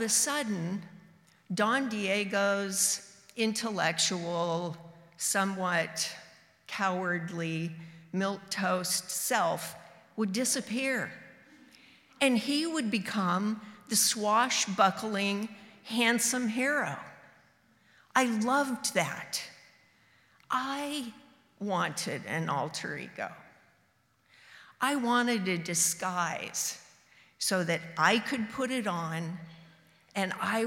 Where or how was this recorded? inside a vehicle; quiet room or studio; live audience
live audience